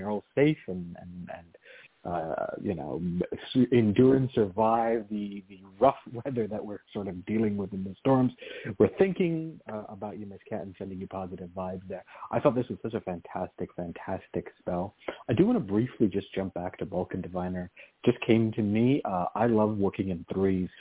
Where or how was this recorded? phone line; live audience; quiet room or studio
phone line